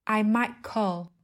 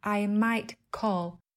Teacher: thay vì phát âm phụ âm t, chúng ta sẽ chặn hơi ở cổ họng không để thoát hơi bật hơi ra. · Shown in: first take